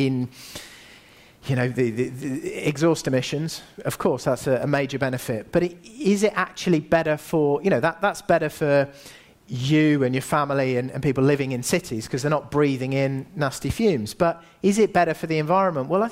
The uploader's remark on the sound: Recent talk at the Underground Empire Builders Event.